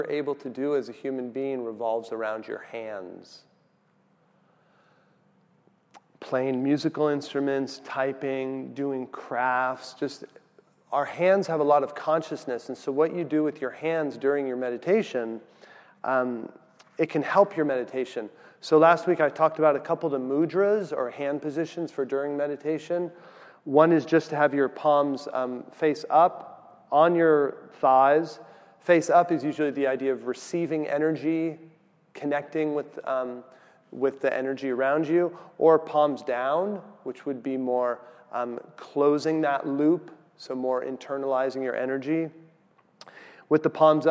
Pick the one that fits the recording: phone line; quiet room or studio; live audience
live audience